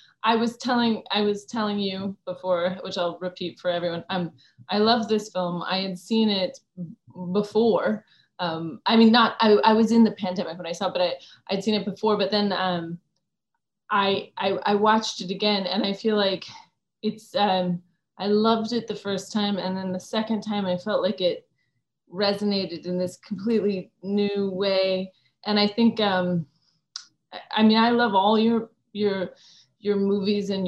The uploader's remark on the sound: Virtual Q&A.